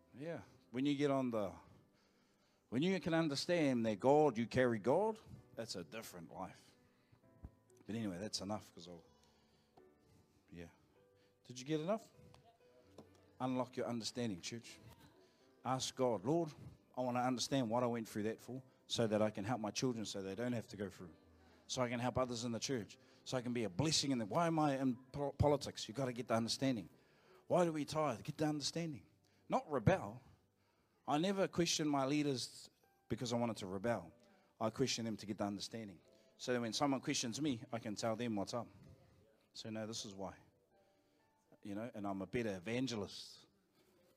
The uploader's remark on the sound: Live from IwiTapu Destiny Church Hawkes Bay